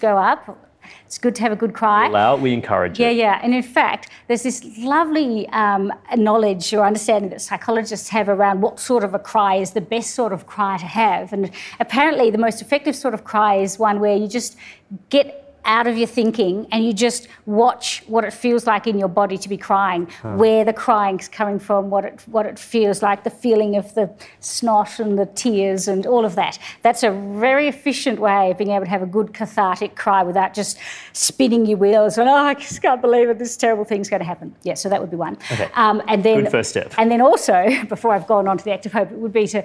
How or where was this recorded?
live audience